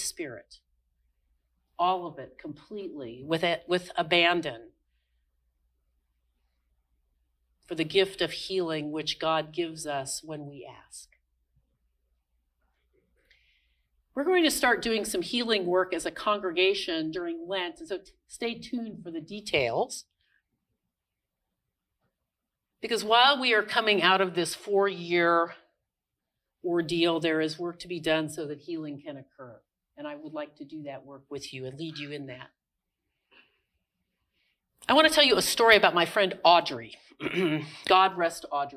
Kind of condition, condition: setting, large echoing room